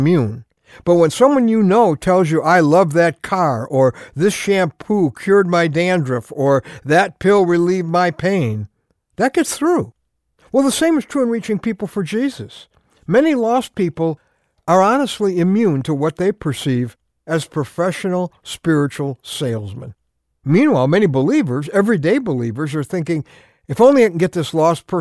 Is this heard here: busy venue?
no